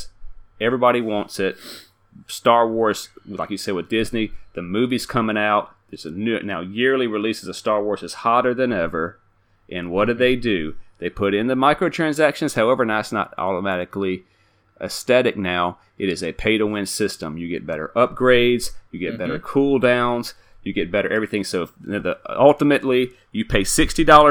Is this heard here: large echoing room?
no